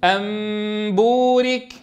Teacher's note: أن تقلب النون الساكنة ميما عند الباء · Term: القلب